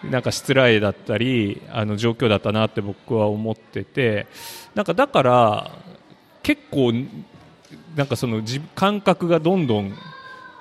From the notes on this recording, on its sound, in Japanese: 楽しく公開収録。鳥取県倉吉市発。